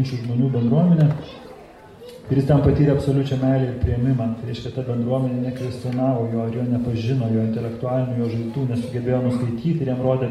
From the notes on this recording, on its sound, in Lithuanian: Įrašas iš Šeimų festivalio